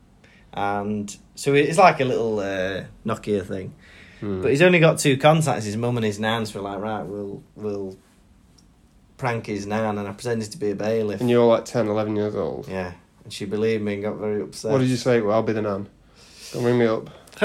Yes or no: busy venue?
no